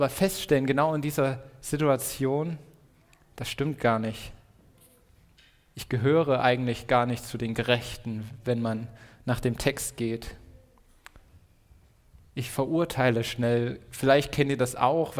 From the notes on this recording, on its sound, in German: Predigt im Rahmen des GreifBar+ Gottesdienstes